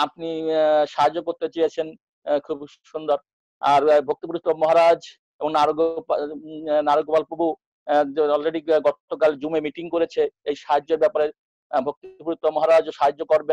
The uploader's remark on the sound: Zoom Session